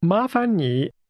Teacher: This expression for please is pronounced with two rising tones, followed by a falling, rising tone.